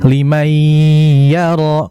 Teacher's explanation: Nun mati ketemu ya itu kan idgham bighunnah